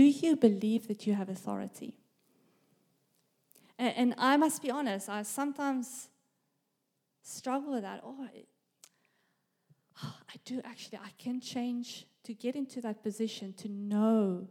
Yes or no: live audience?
yes